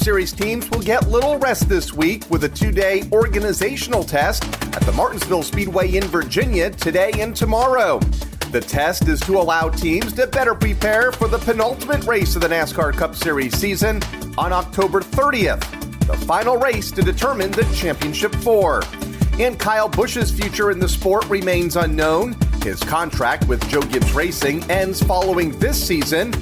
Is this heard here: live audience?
no